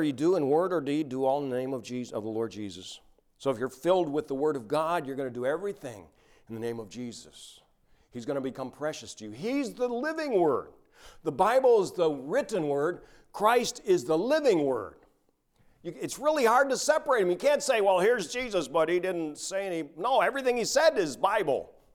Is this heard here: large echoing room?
yes